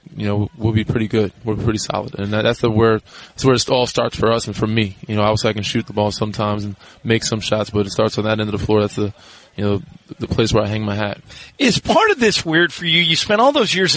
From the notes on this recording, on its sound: live from Lakers media day.